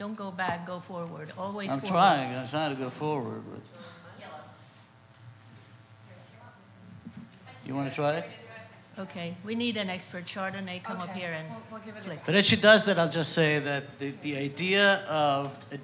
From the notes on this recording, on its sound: Part of the City of Tomorrow: Real Estate, Architecture & Design Summit presented by 92Y and Hundred Stories. At 92nd Street Y.